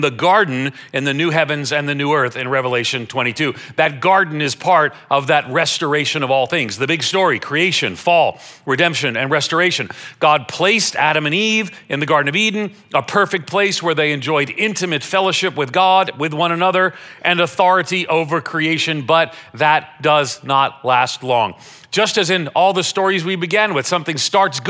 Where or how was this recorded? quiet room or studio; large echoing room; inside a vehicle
large echoing room